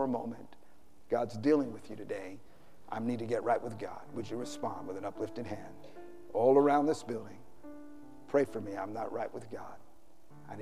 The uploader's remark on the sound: Preached on Mothers Day San Antonio TX 2016